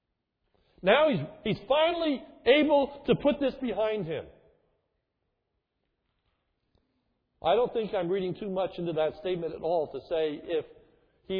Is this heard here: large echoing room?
yes